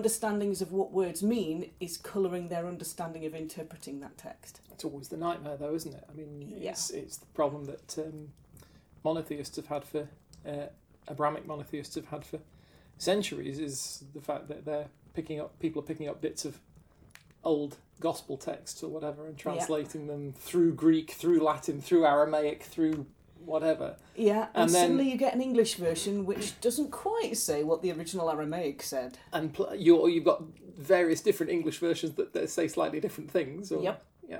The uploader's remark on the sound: Background fire ambience